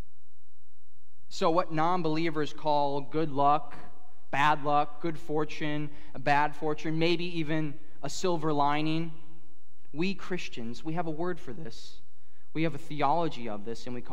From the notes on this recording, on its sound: at Harvest Plains Church in Mapleton, ND